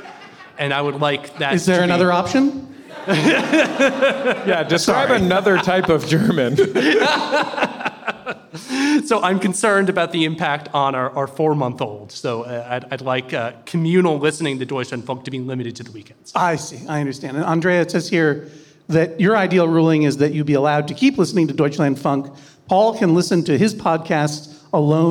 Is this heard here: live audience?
yes